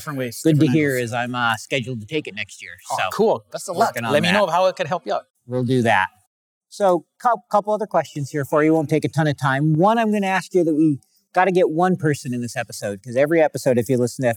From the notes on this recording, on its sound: From the conference floor of the AFP (Association for Financial Professionals) in Philadelphia.